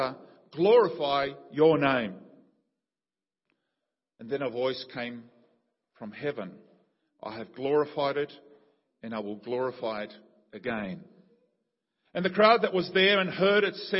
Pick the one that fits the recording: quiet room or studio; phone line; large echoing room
large echoing room